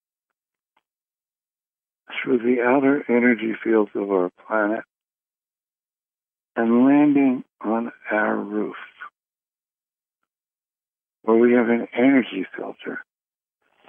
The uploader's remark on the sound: Conference Call LIVE.